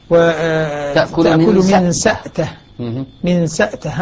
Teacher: ابن ذكوان يقرأ الهمزة ساكنة